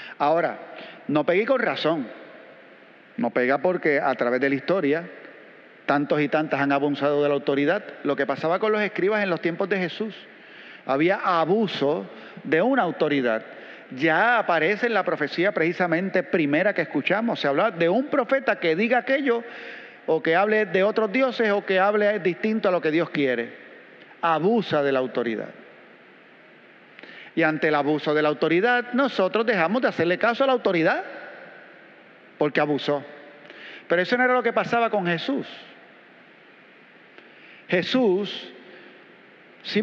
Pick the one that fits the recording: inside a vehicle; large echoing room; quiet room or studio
large echoing room